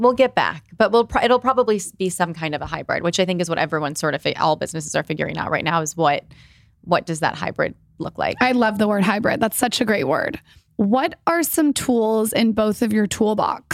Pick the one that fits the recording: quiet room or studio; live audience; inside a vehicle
quiet room or studio